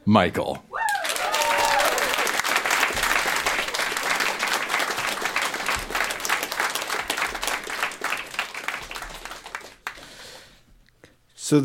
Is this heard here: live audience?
yes